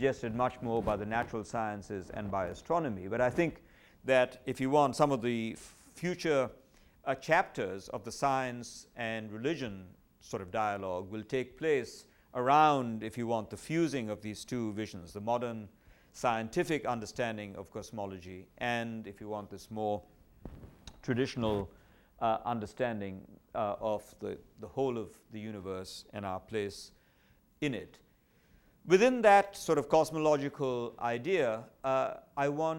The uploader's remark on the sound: at the third Shulman Lecture of 2008 at the Whitney Humanities Center